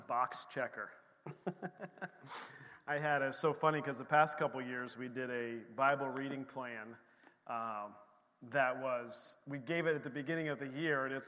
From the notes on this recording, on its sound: This recording is of the whole service.